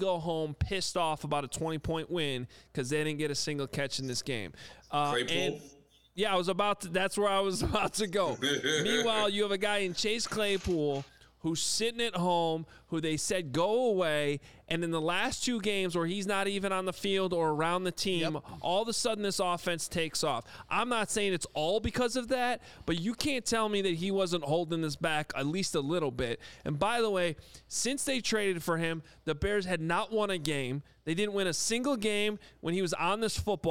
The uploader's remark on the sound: live reaction from the locker room